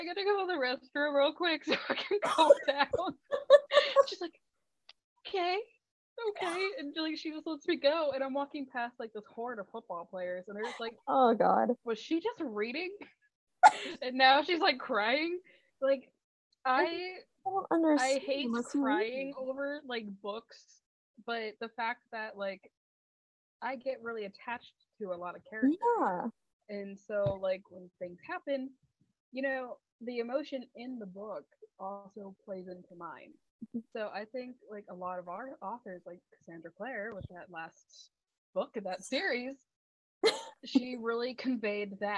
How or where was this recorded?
video call